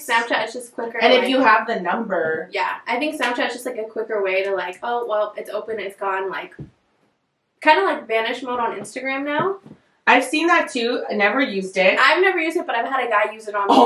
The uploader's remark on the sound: Bare with us with the audio, this was one of the first guests and we had to figure out the microphone